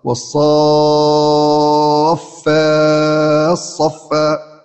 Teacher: وقرأ أيضا بإدغام والصافات صفة، التاء في الصاد